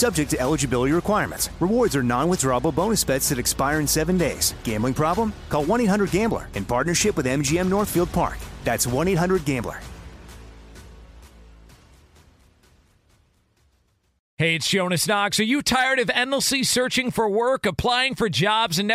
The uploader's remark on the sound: LIVE from Chargers training camp in Costa Mesa, CA